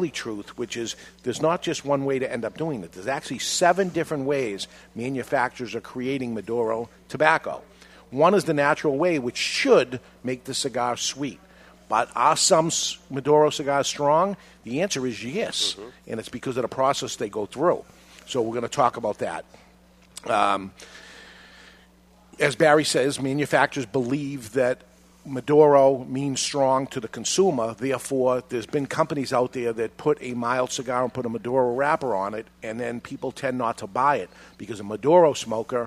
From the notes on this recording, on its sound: We are live from Two Guys Smoke Shop in Salem, NH